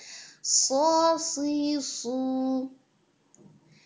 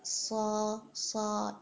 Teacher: तो इसके अंदर ज़बान की जड़ पीछे से मोटी होकर ऊपर उठेगी, that is going to create the heaviness · Shown in: first take · Term: extra heaviness